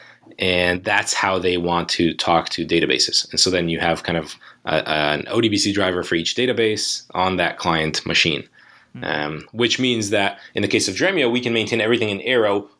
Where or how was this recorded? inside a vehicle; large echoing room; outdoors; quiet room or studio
quiet room or studio